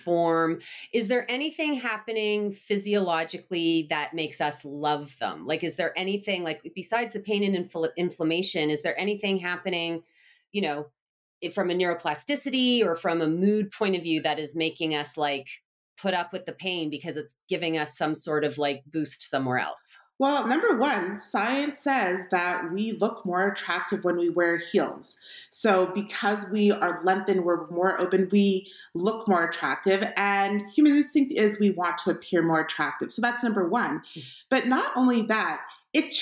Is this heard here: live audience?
no